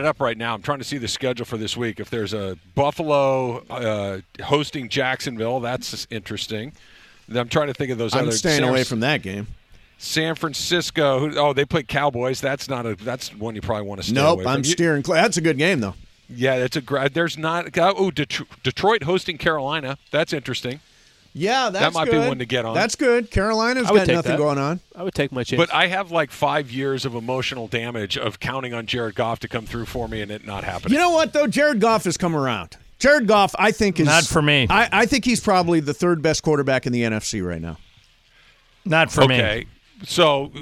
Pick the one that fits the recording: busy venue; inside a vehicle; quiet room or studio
busy venue